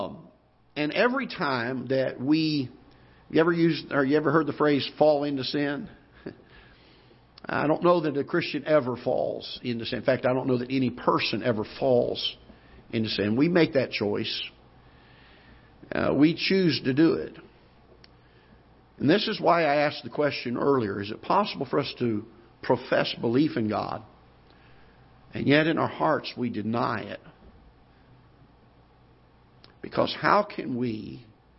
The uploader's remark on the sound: Ketha Heights Baptist Church ~ Live Broadcast